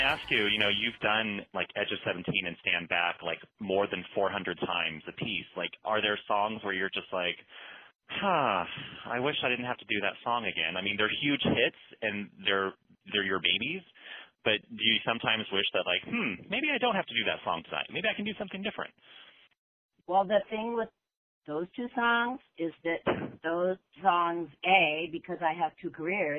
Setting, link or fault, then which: link, phone line